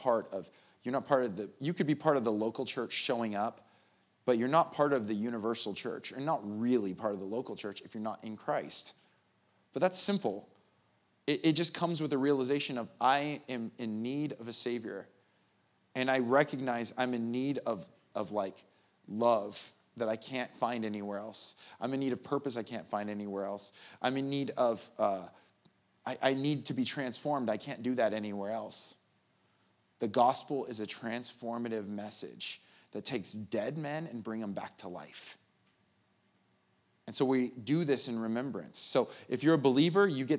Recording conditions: large echoing room